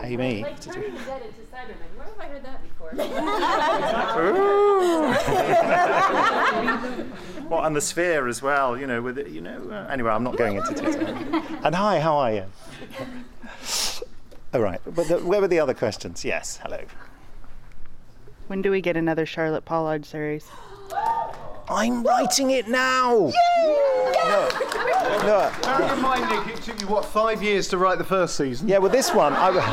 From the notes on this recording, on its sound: recorded during the Gallifrey One Doctor Who convention in Los Angeles with questions from our loyal audience